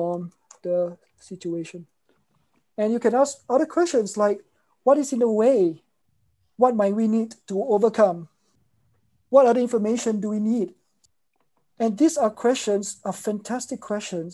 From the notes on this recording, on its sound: In this webinar recording